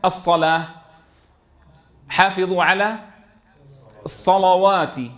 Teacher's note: بفتح أو ضم لكن جاء في كلام بعض القبائل العربية أنهم يفخمون اللام في مواضع إذا سبق بحروف الإطباق سوى الضاد